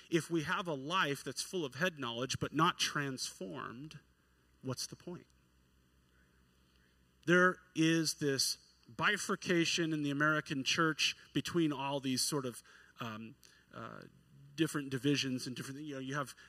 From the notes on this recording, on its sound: At New Horizons Church in McMinnville, OR on Sunday morning.